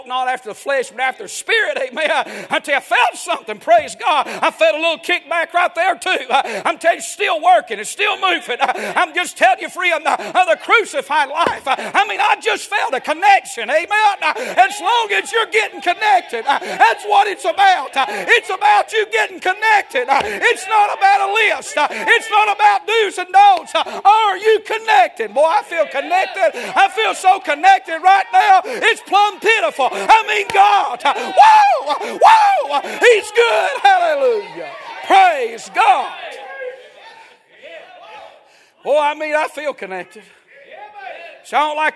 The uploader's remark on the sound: A sermon preached Sunday Morning